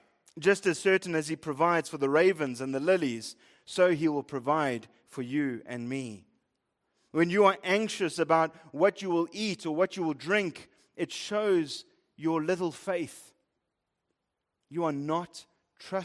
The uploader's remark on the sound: Preached at Living Stone Bible Church, Fourways, South Africa.